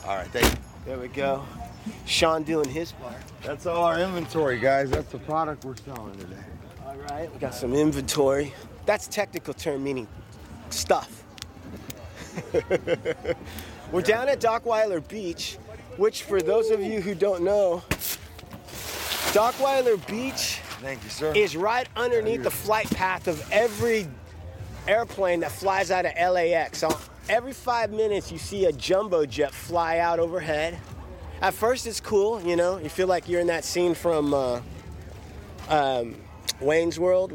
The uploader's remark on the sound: HEAR WHAT HANGING OUT AT THE BEACH ON A SUNNY SEPTEMBER SUNDAY IN LA SOUNDS LIKE